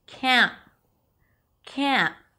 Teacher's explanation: You hear an abrupt stop of the N, and that is the T. · IPA: kænt̚